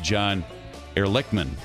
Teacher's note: On John Ehrlichman, it's on the first syllable.